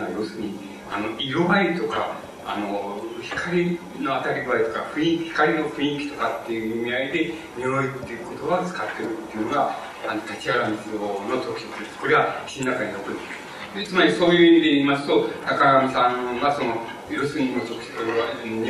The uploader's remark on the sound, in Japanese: 場所：国学院大学常磐松2号館2階中講堂。昭和文学会の春季大会として 行なわれた講演。客席録音のためノイズが入るが 比較的クリアに収録されている。